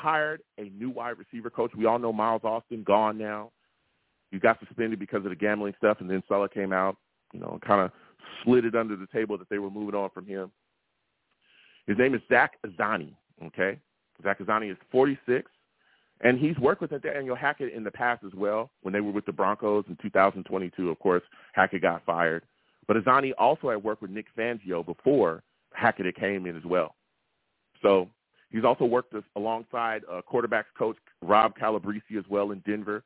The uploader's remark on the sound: I take live callers!